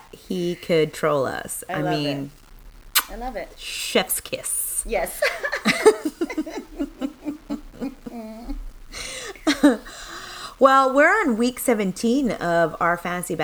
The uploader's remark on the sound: recorded in a different spot so it sounds crunchy and you might hear a car horn